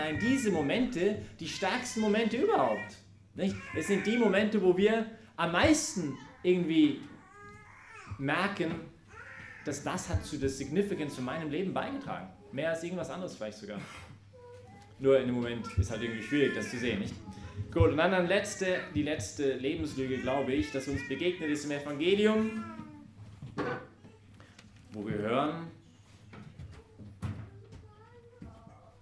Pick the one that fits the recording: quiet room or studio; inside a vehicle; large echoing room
large echoing room